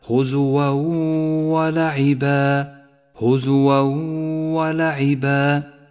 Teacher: والواجب هنا أن نسقط التنوين من اللفظ وأن نقف على حرف الواو بغنة زمنها حركتان · Term: الإدغام بغنة